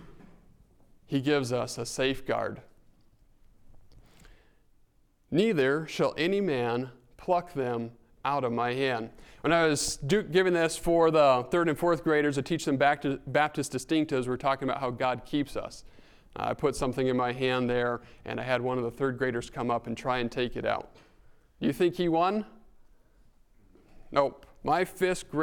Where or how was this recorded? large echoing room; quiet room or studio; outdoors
large echoing room